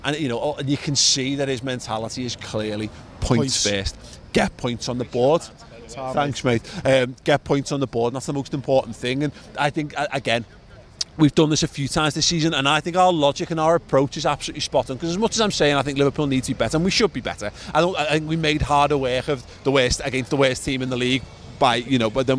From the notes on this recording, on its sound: Instant Match Reaction. Outside Anfield with their immediate thoughts.